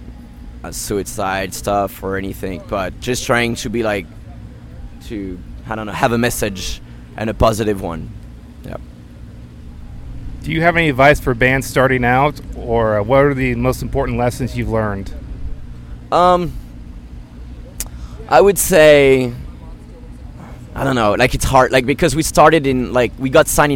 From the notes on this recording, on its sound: At Warped Tour 2016. Rock At Night Tampa Correspondents.